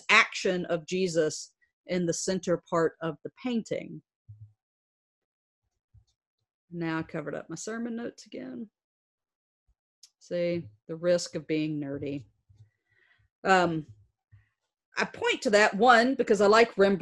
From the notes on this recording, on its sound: presented on Trinity Commons Zoom Evening Prayer Worship during this season of physical distancing